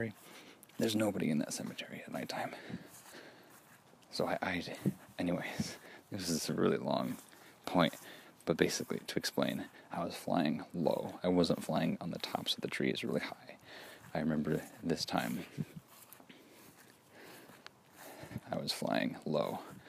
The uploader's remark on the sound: Using the method/format of recording a “memory” WHILE I’m exploring. Recording while walking method makes it interesting I think, and automatically adds a bit of Foley to the episode without post editing!